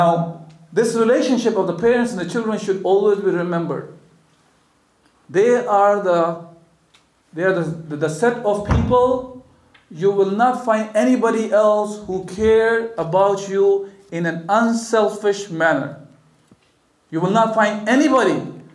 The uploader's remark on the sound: The speaker addresses a lively audience of graduates.